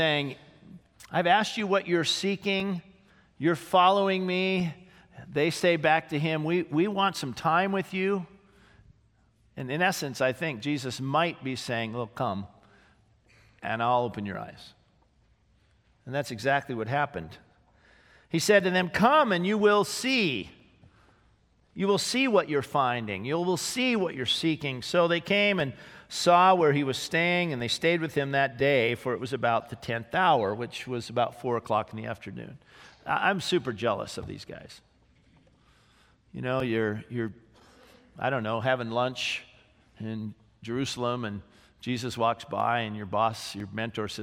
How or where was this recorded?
large echoing room